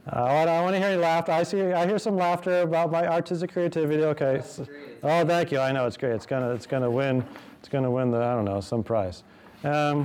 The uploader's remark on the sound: This lecture was given on November 9th, 2023, at the University of Oregon.